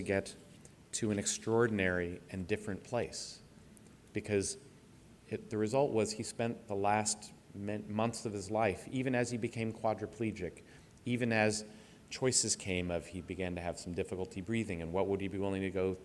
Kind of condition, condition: setting, live audience